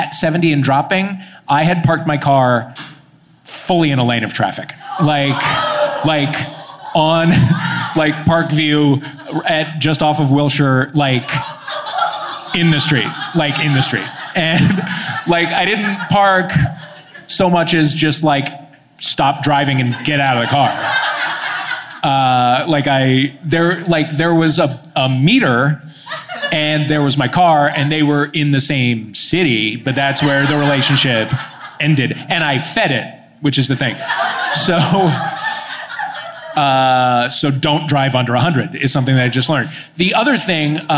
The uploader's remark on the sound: Live from Los Angeles. In front of a live audience in Los Angeles.